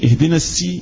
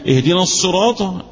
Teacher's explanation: بعض يقلب الصاد الى سين · Shown in: first take